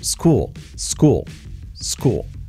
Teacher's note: Fijaos la L del final, no es school, es school. Muy sutil, que deforma un poquito la O anterior.